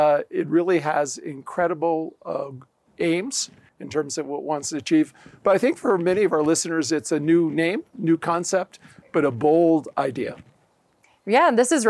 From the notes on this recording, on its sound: On location at Aspen Ideas-Health